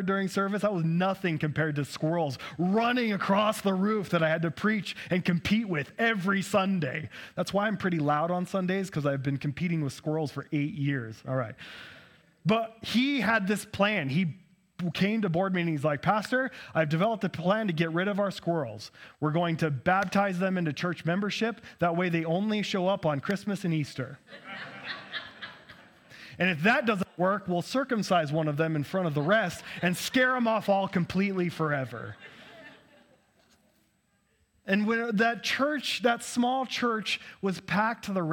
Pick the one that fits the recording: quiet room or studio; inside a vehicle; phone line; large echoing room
large echoing room